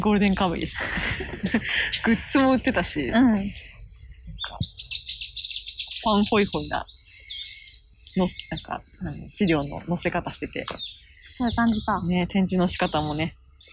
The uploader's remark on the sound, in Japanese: 公園収録。初のリアル収録。公園で収録しました！鳥のさえずり（喚き声）・おじいちゃんの雑談・猫の横断注意！